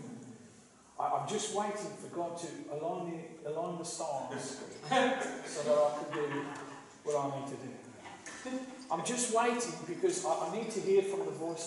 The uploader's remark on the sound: KCCs morning service. Please note that this is a live recording and at times the audio quality may not be the best due to external circumstances.